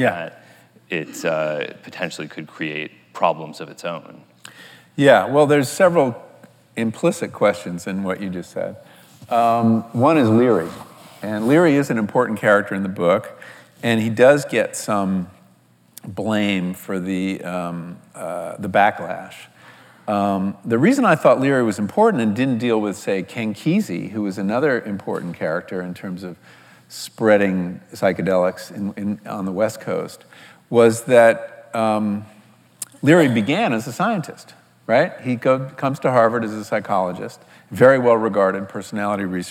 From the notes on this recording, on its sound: recorded on May 29, 2019 in front of a live audience at New York's 92nd Street Y